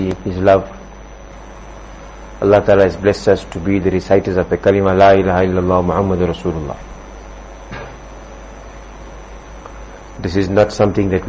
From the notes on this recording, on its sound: Jumuah lecture at Musalla Mus'ab bin Umayr